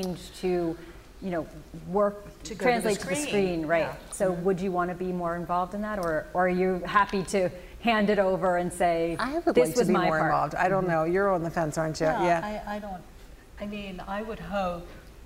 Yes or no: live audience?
yes